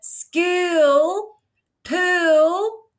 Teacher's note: It sounds like we've added a diphthong in there with like an E that becomes an O, like it morphs over time there.